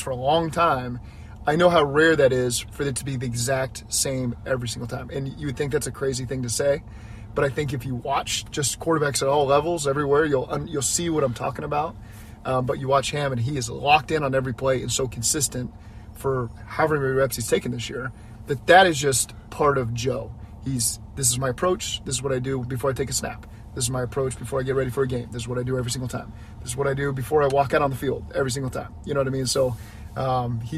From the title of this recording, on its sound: Driving to work